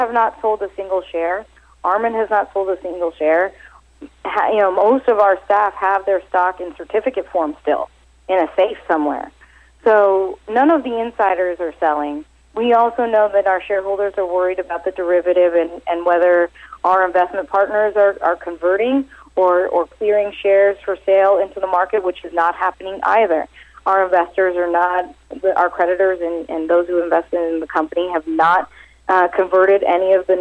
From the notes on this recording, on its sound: called in to SmallCapVoice.